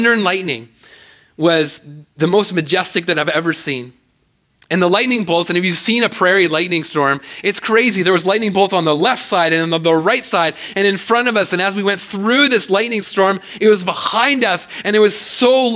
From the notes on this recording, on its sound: speaks at SouthRidge Fellowship, a Langley church.